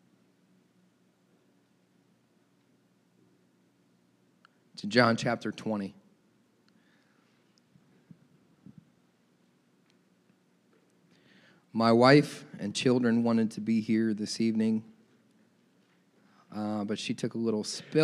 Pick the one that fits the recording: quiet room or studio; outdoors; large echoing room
large echoing room